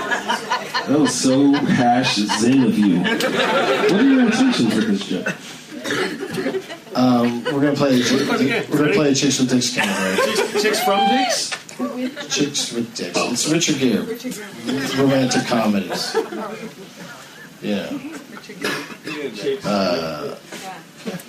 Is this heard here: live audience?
yes